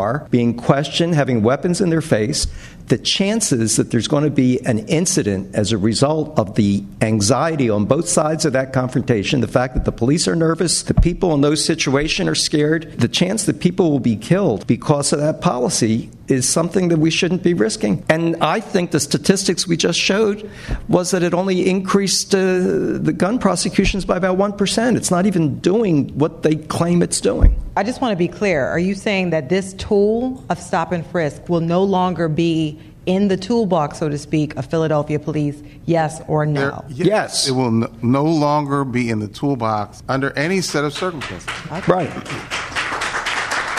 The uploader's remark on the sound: The one-hour debate was recorded in front of a live studio audience. Audience members also posed questions to the candidates.